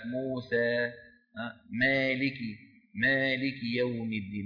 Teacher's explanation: خلط صوتها يعني الألف بشيء من صوت الياء